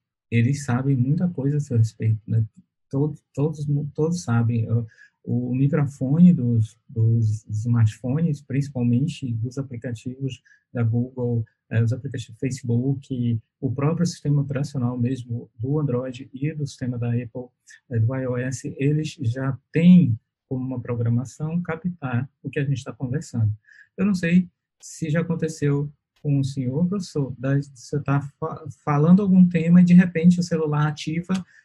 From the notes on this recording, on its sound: Na Faculdade Luciano Feijão, em Sobral (CE). Via Zoom.